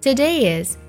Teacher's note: the dayis，连读中间加半元音耶